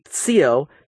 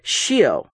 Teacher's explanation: The Latin pronunciation of T-I-O in French was tio. But it gets consonant shifted in English from tsio to shio, and then it becomes shion, and eventually just shun.